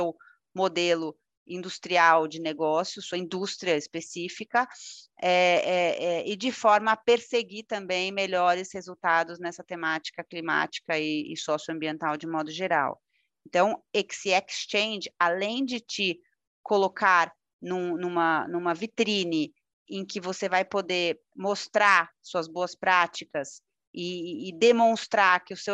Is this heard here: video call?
yes